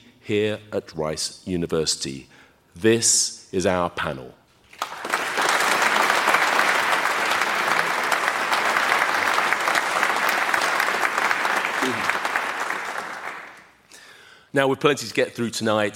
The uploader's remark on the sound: Live from Houston. The season finale comes from where President John F Kennedy made his famous Moon speech to rally the US behind the Apollo programme.